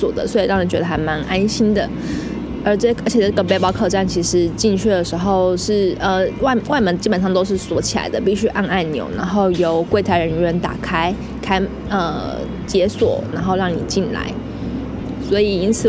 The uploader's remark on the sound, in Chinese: 葡萄牙里斯本漫旅 一個人旅行。國外雜音多，請多包涵。